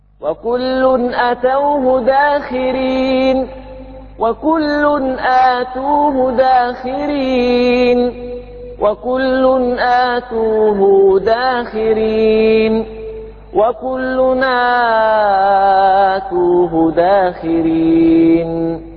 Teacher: والباقون آتوه بالمد مع ضم التاء